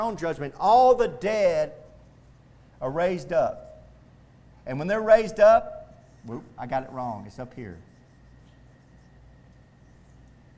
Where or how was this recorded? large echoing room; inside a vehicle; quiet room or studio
large echoing room